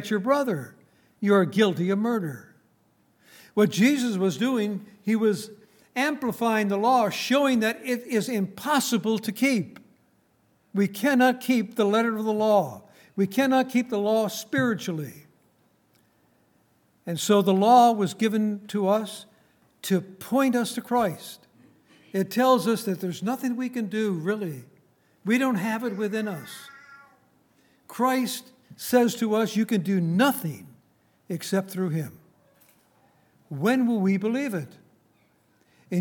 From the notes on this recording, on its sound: Recorded on April 28, 2019, at Grace Bible Fellowship in Front Royal, VA.